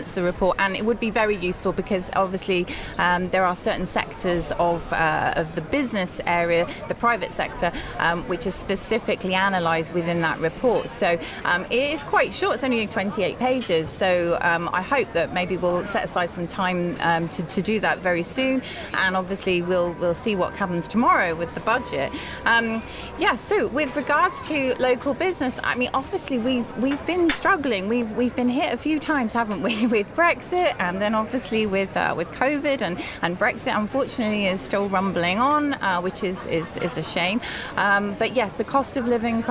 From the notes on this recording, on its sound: Gibraltar Today was in the heart of town, with a live broadcast from Little Rock Cafe in Casemates.